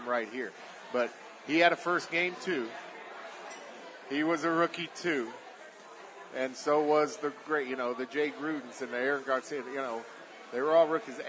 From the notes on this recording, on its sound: LIVE from the Recovery Room Sports Bar and Grill